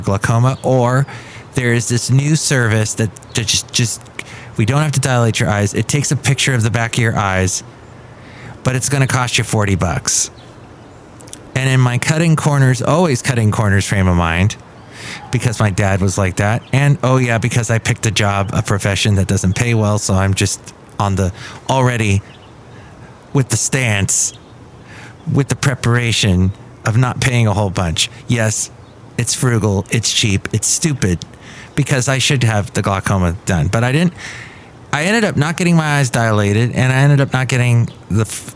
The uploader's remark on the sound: podcasts live from Café Anyway